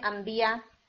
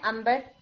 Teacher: उर्दू में भी जैसे आप बहुत सारे वर्ड्स हैं, जैसे उर्दू में हम नबी का प्लूरल अंबिया ही इस्तेमाल करते हैं, हालांकि आप जानते हैं आप इसको नून के साथ लिखते हैं, अनबिया लिखते हैं, मगर आप क्या बोलते हैं, अंबिया, ठीक है। तो बहुत सारे वर्ड्स इस तरह के हैं जिसमें आप नून लिखते हैं मगर आप प्रोनाउंस क्या करते हैं, मीम करते हैं।